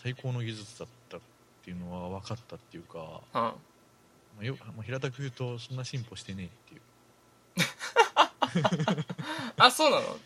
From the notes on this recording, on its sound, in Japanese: 録音失敗しているので音量を上げてお楽しみ下さい。